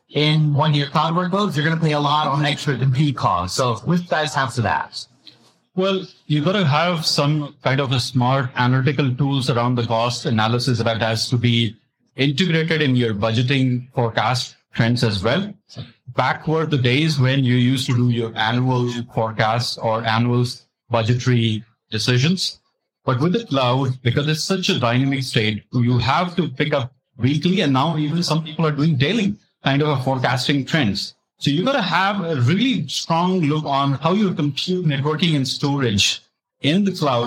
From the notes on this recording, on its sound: Recorded at Cisco Live '23. Recorded live at Cisco Live 2023.